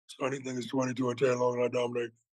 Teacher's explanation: Shaq is real bassy and breathy.